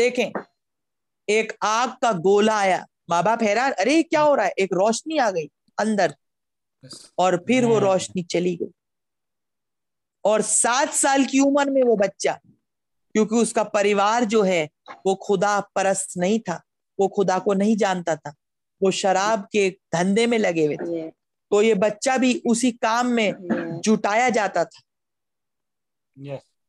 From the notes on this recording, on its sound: Zoom Meeting